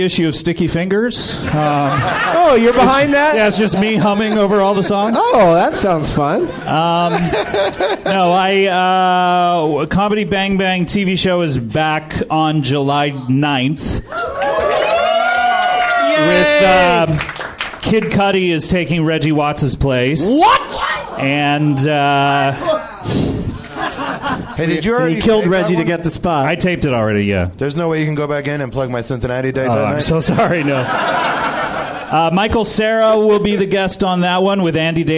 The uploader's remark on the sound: Recorded live at the NerdMelt Showroom in Los Angeles, California.